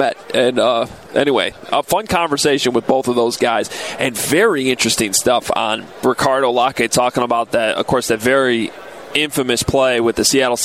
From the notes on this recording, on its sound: Live From Radio Row.